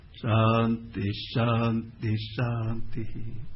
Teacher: पूर्ण मद की शांति में सब अनुदात्त है